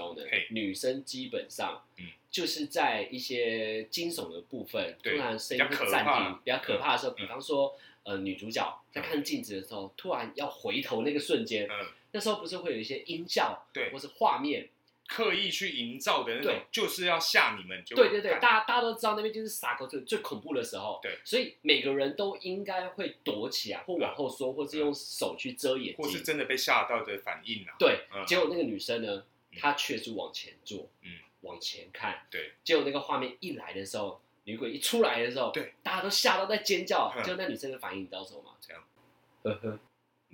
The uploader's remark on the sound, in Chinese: 本集於配備升級之前錄製的, 聲音上需要大家的體諒